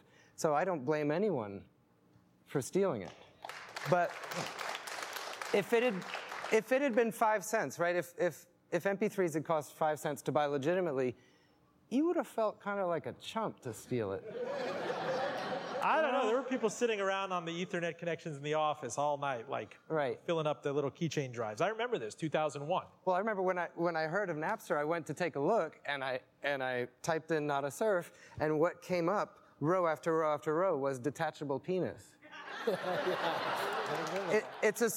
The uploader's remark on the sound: Recorded for a live audience at The National in Richmond.